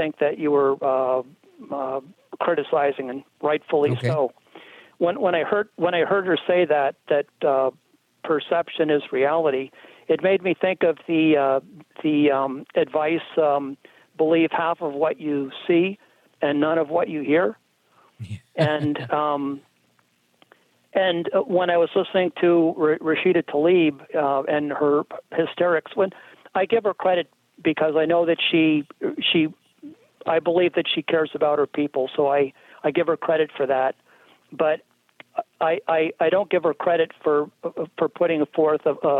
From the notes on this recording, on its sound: Live from Jerusalem. We take your calls in open phones across America.